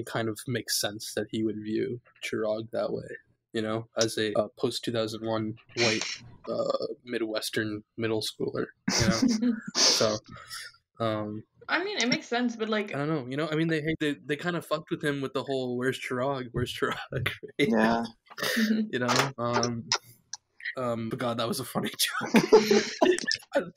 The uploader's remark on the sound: In an effort to salvage the episode as well as throw a kitchen sink of audio restoration effects at the recording, the episode is in fact audio only. In an effort to salvage the episode as well as throw a kitchen sink of audio restoration effects at the recording, the episode is in fact audio only.